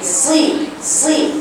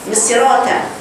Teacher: نقول ممكن حمزة يقول زراطة، لكن احنا واحنا بنقرأ لحفص بنقول صي صي صي، او لا نقرأ بنقول صي مش صراطة مش صراطة. صراطة دي انت قرأتيها خطأ، قرأت الكلمة خطأ، لأنك حولت الطاء إلى تاء · Shown in: second take